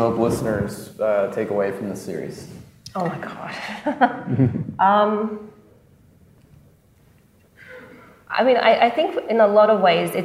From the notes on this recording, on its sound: This bonus episode was recorded following a live production of “Foundering: The John McAfee Story” in San Francisco at the RSA Conference in April 2023.